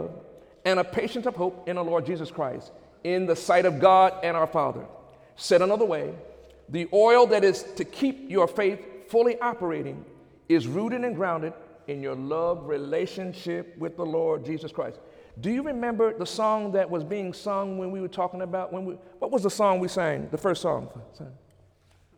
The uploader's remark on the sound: During Wednesday night service on February 8, 2017